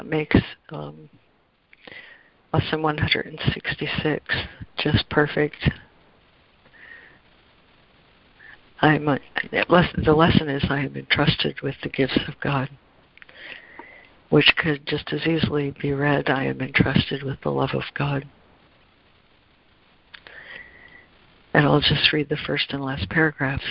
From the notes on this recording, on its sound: ACIM Daily Conference Call